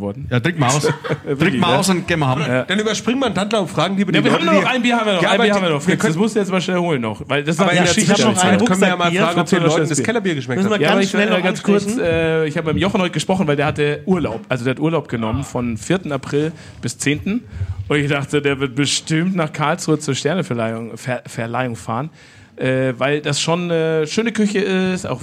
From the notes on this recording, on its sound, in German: In einer audiovisuellen Verkostung. Live im Afterwork.